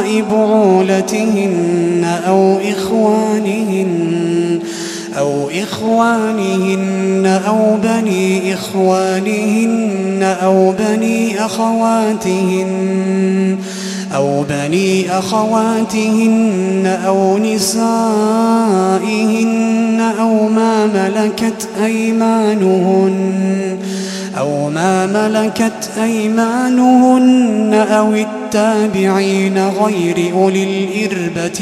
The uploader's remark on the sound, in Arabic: تسجيلات من صلاة التراويح لشهر رمضان عام 2016.